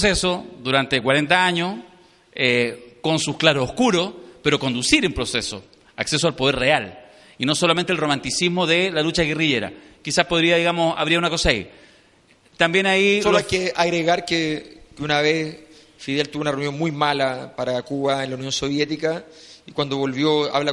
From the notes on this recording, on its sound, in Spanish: En Vivo: Desde el Seminario 50 leyes del Poder en El Padrino. La ocasión propicia para grabar el 1er Podcast en vivo. Primer capítulo con sonido como la gente (no se acostumbren!).